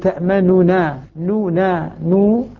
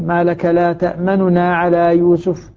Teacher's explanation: قالوا يا أبانا ما لك لا تأمننا على يوسف، نون مختلسة، والاختلاس كما يقرره العلماء أن أنطق بالنون بالضمة بثلثي الضمة، يعني الباقي منها أكثر من الظاهر · Shown in: second take · لا يجوز أن أنطق بها ضمة كاملة فأقول تأمننا، نونا، نو، هذه الضمة كاملة، وإنما آتي بها مختلسة، وهي اللي عبر عنها بالإخفاء هنا.